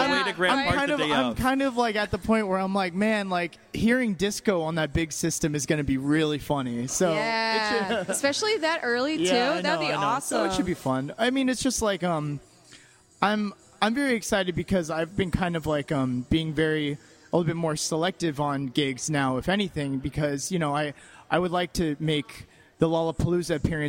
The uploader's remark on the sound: In a live podcast panel recorded in May at Rockit Bar & Grill.